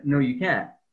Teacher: So we don't kind of hear the T there.